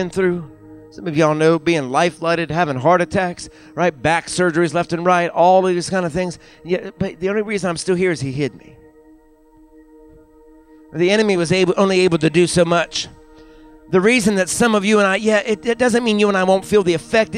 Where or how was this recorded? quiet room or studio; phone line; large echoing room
large echoing room